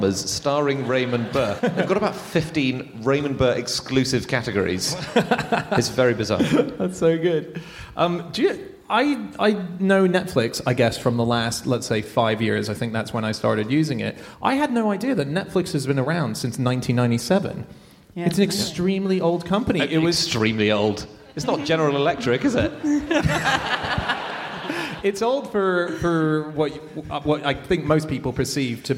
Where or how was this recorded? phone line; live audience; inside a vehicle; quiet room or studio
live audience